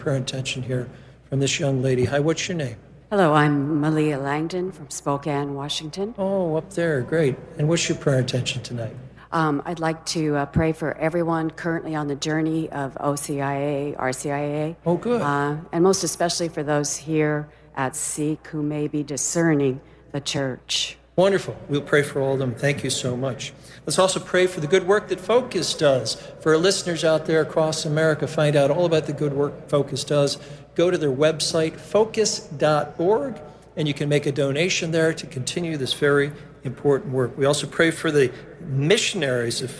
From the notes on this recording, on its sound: From the SEEK Conference with thousands of college students in St.